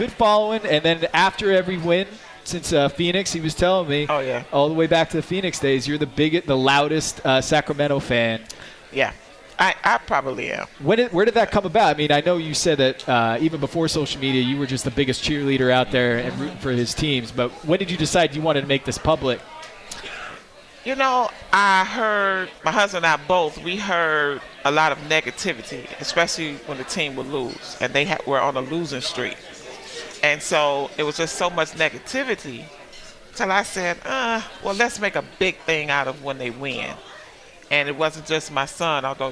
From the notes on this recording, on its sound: Sat down three special guests for a LIVE podcast at the Highline Bar in Downtown Chicago to celebrate NBA All-Star Weekend.